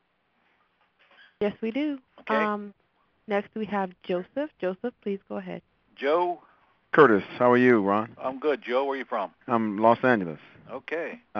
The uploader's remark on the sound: Q&A Call